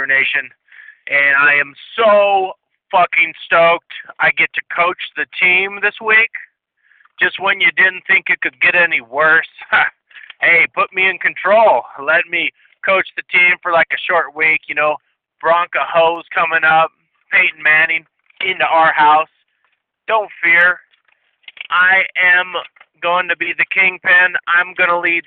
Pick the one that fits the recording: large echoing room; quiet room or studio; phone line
phone line